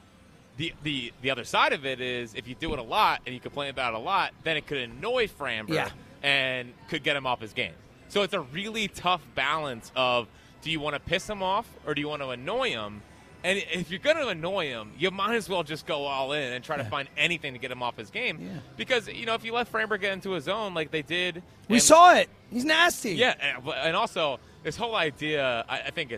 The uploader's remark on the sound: live from Parx Casino